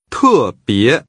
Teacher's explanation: The tones are falling and rising.